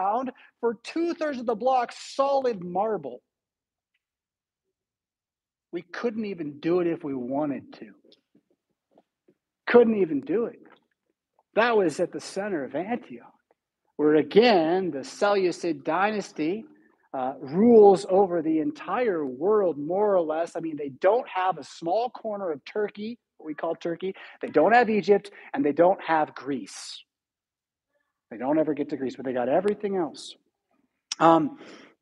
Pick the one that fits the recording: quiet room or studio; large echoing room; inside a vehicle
large echoing room